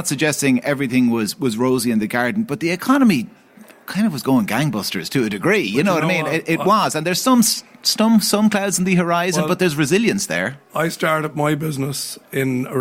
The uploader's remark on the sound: The Hard Shoulder was live from the EY Entrepreneur of the Year Awards 2022 at the Powerscourt Hotel